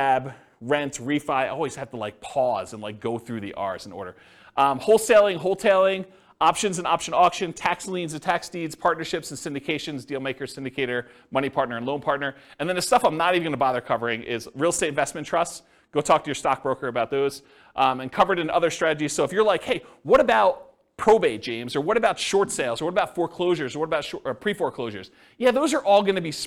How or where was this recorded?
live audience